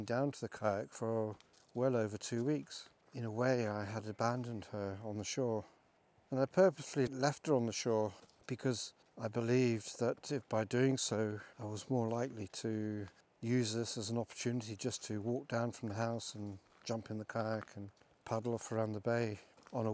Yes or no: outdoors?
yes